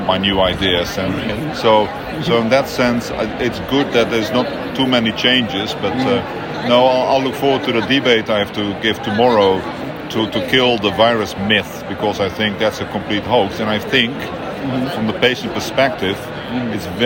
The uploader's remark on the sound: recorded during IDS Paris 2023